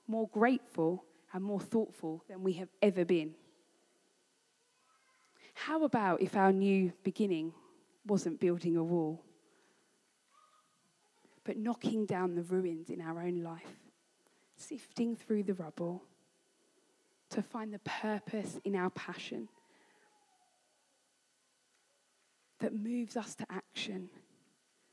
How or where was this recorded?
large echoing room